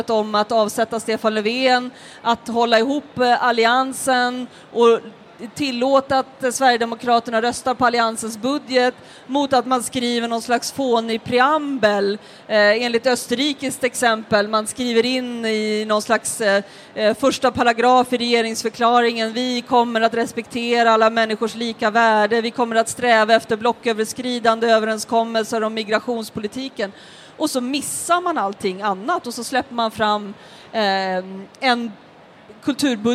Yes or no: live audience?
yes